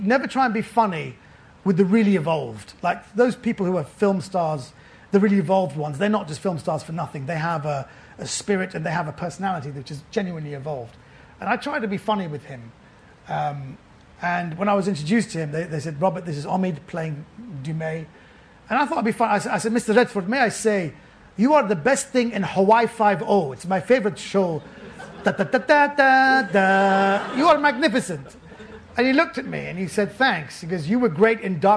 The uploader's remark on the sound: at Edinburgh International Book Festival (edbookfest)